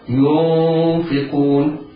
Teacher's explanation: ينفقون ينفقون، انظر ننطق النون كما قلت لك قبل ذلك، تنطق تخرج من طرف اللسان مع ما يحاذيها من لثة الأسنان العليا. في هذه الحالة نجد تجافي بين طرف اللسان ولثة الأسنان العليا · Term: الإخفاء الحقيقي